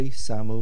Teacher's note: the main accent of the word samu is mil'el, on the first syllable, or the syllable before the last